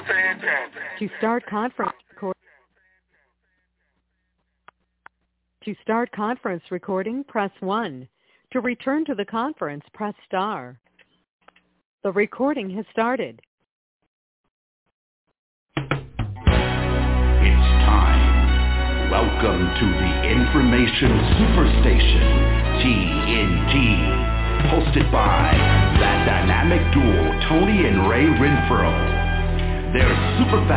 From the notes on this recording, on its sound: TNTSuperfantastic Conference Call